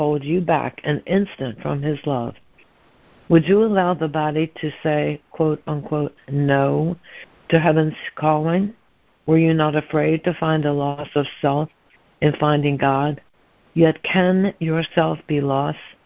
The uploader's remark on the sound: ACIM Daily Conference Call